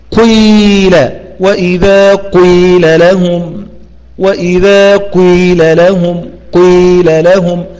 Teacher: تبدأ الأداء بضم الشفاه بقوة، ضم الشفاه بقوة، لكن انفك بسرعة إلى الكسر · Term: الإشمام